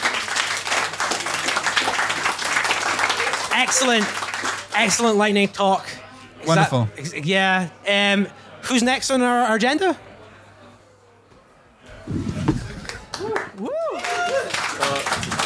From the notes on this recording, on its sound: Live from The Station House. This is our first-ever live show! In front of an audience of real humans.